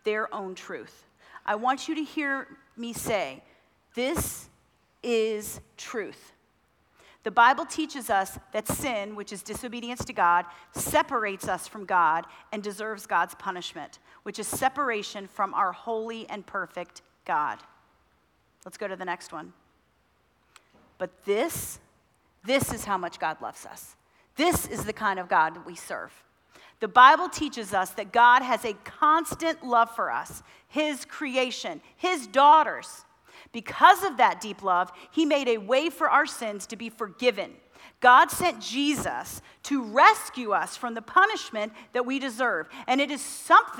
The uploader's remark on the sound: Women At The Mount Conference 2023 :: Session 1